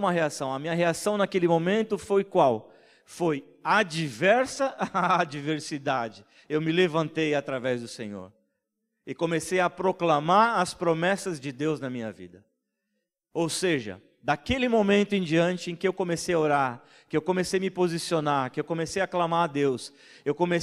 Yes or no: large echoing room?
yes